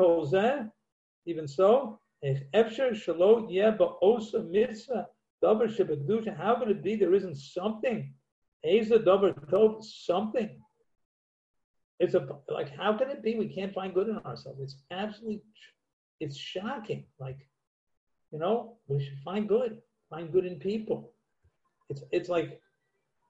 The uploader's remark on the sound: Live on Zoom 7-6-2020